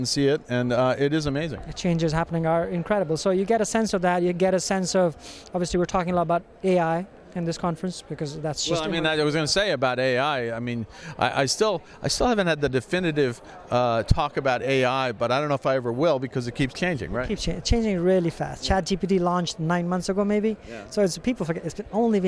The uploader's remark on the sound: at New York’s Jacob Javits Center